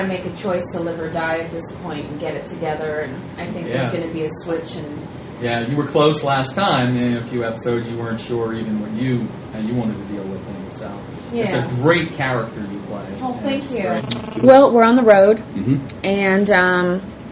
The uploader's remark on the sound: This episode was recorded at Farpoint and the room noise does make the interview sound rough.